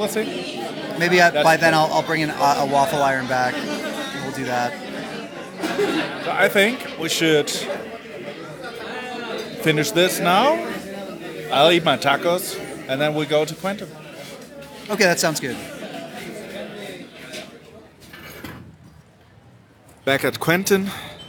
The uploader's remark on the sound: Recording in an actual taco restaurant! Inviting some of the Quentin locals and employees to tell us what makes CDMX extra special.